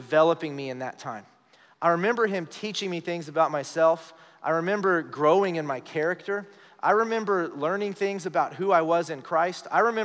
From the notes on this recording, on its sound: Recorded live during our Wednesday night service